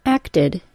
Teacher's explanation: The aspiration or puff of air that occurs at the end of the T sound of acted is so small that you may hear it as a D sound. Acted. If I didn't lessen the aspiration and instead created the sound identically to how I create the T sound at the beginning of a word, I would be pronouncing it as acted. · Term: less aspirated, mid-word T sound